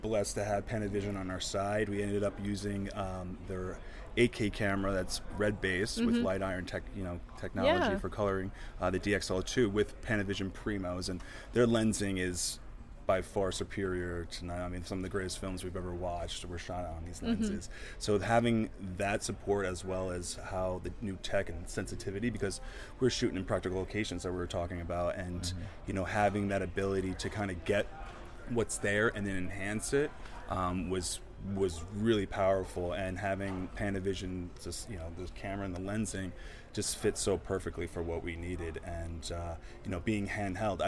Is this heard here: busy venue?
yes